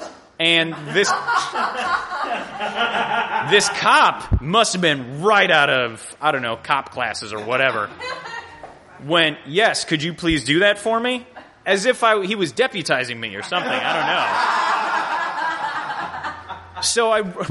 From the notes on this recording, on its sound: Live from the Jangleheart Circus! Upstairs Gallery - the venue we used to call home - hosted an awesome comedy festival in the city, and they were kind enough to let us record an episode of our podcast there.